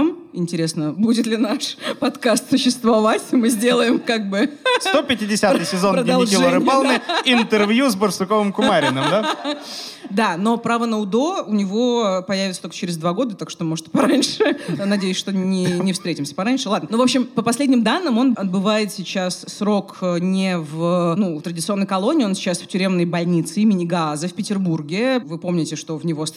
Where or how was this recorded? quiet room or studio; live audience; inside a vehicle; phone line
live audience